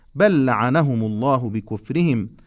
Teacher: اللام مماثلة لللام التالية في كلمتين بل لعنهم، إذن ندغم اللامين بالإدغام المتماثلين